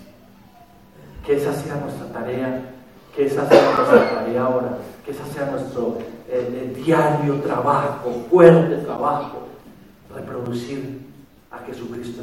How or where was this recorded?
large echoing room